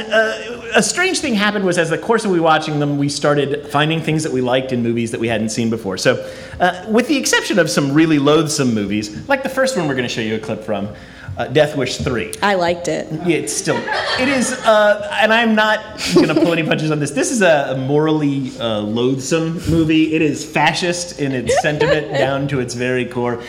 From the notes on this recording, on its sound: It&#8217;s our live show! It’s our live show! As part of the DSI Comedy festival, Sound Bites!